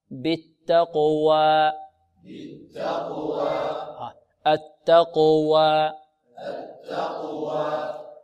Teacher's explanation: الألف التي بعد الواو بمقدار حركتين، لا نزيد على حركتين ولا نختمها بهمزة